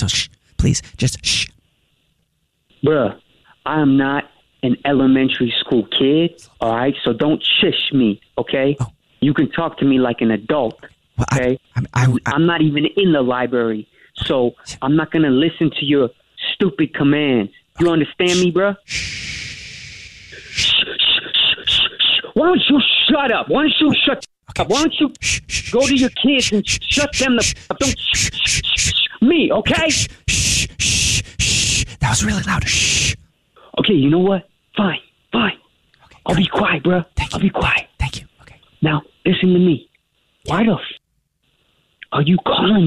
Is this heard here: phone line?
yes